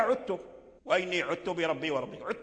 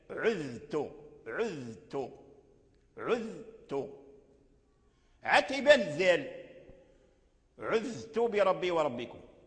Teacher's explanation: لا بد من بيان الذال عند التاء · Shown in: second take · Term: إظهار الذال عند التاء